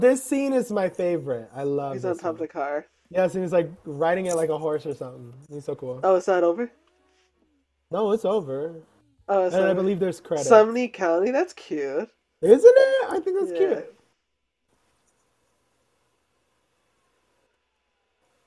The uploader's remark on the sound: TRIGGER WARNING: MOUTH NOISES